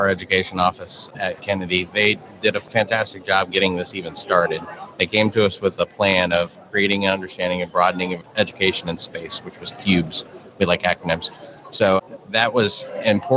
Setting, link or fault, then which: setting, busy venue